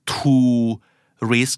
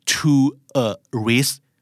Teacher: อันแรกจะมีแต่เสียงอูอันที่สองจะเป็นอูเอะนะครับ